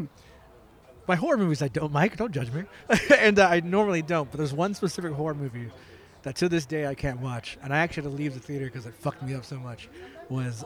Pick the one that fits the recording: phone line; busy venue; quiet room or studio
busy venue